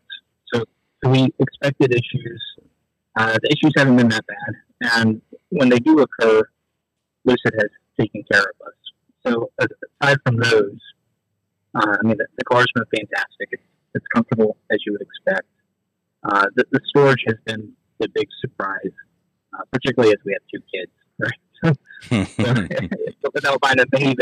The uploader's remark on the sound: They phone in a friend to share their experience driving the Lucid Air!